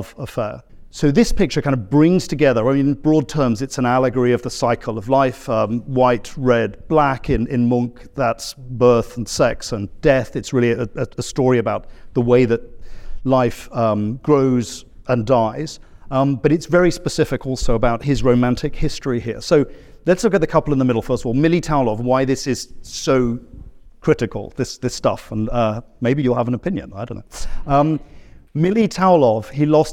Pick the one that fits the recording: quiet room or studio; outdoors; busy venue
busy venue